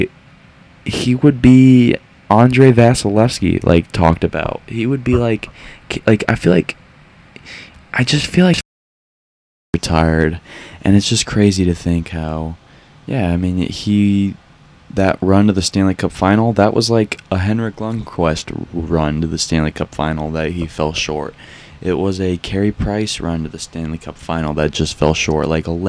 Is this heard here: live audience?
no